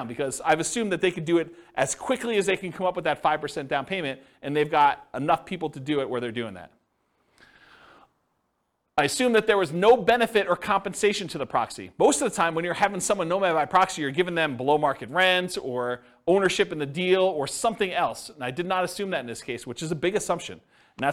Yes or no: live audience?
yes